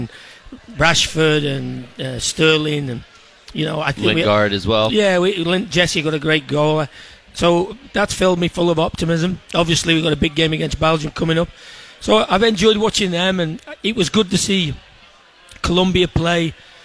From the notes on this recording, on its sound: Live from The Local in Minneapolis!